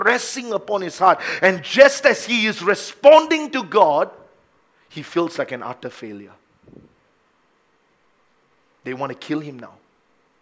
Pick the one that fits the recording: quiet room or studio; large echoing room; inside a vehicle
large echoing room